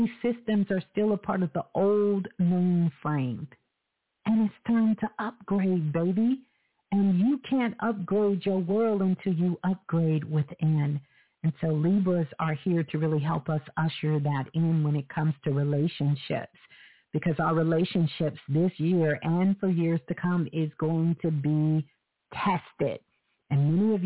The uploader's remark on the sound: Live Call In Show.